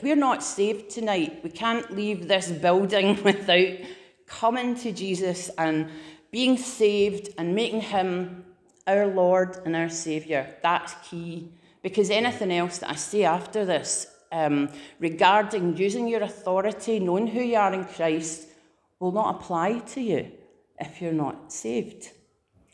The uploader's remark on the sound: Preached at Living Fountain 31st October 2021